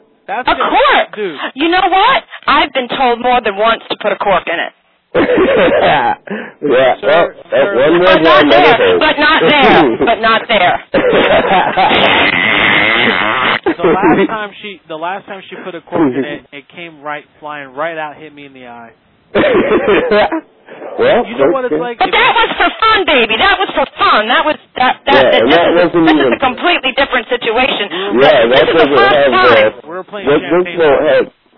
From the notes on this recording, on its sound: …'s Personal Prank Phone Calls Collection.